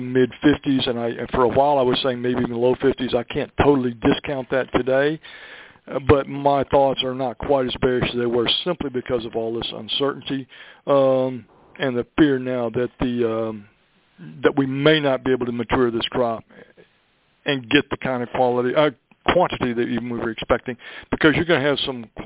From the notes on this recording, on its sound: Monthly Conference Call On Cotton.